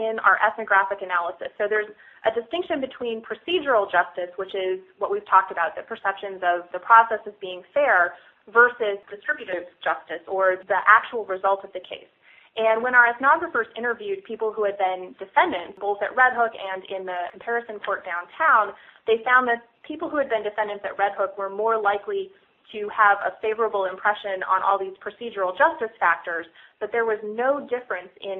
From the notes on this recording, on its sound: On the phone with me today